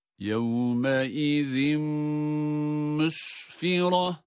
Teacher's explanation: zel harfi tenvin ile birlikte kendisinden sonraki mime idgam edildiği için · Term: idgam maal gunne